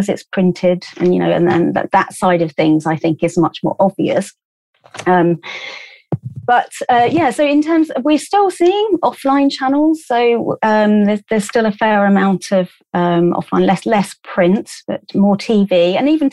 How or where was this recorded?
video call